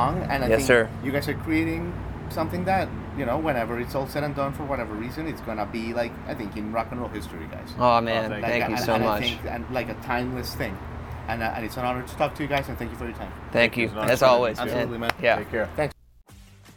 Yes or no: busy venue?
yes